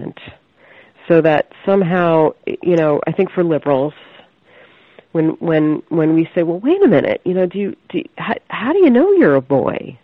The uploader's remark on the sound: I spoke with her over the phone from her home in Philadelphia.